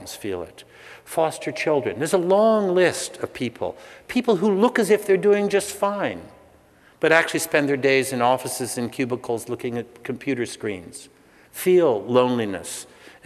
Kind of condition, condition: setting, large echoing room